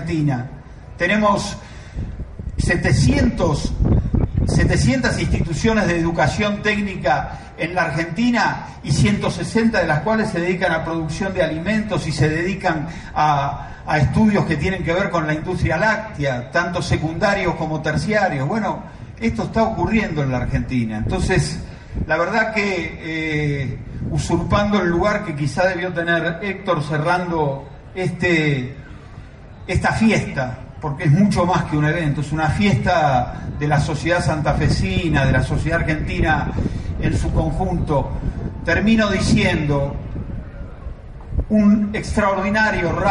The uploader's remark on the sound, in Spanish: Audio de la jornada inaugural del Centro Educativo Tecnológico de Atilra en la localidad santafesina de Sunchales.